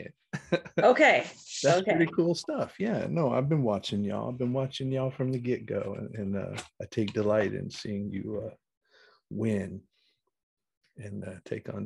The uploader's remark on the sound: In Raleigh, NC and Appleton, WI on Zoom.